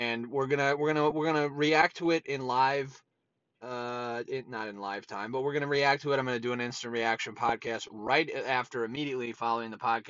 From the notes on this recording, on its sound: Filmed live in my truck on a lunch break.